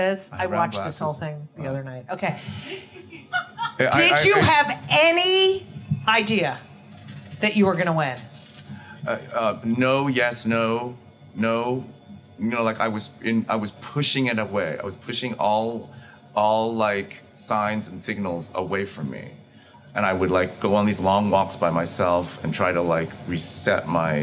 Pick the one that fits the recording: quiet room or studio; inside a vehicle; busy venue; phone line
busy venue